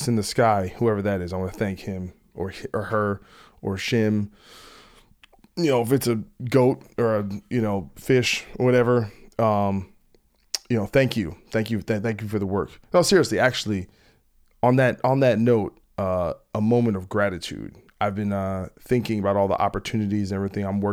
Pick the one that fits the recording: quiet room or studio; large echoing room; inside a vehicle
quiet room or studio